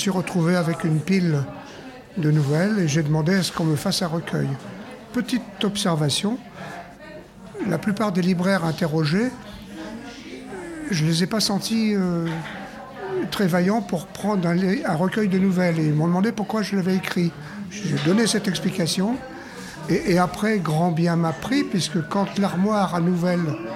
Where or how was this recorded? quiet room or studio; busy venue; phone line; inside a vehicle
busy venue